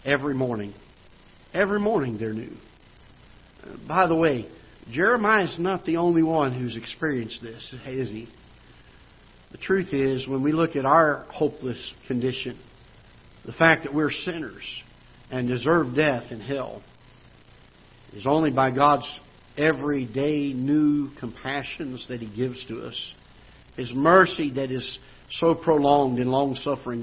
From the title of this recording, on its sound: Ketha Heights Baptist Church ~ Live Broadcast